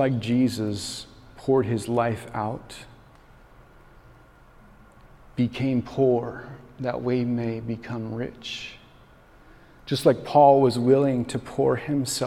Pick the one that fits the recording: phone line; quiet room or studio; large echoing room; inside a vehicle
large echoing room